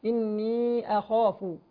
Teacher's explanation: الخاء مفخمة فنخلص الألف والفاء من التفخيم فهنا الهمزة هنا مرققة والفاء كذلك مرققة إني أخاف.